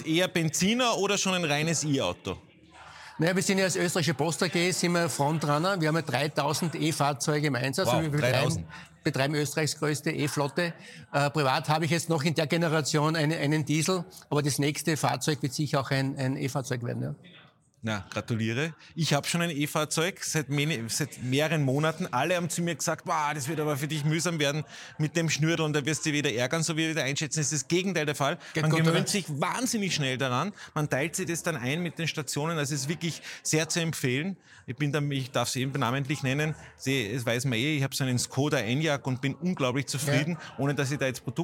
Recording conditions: busy venue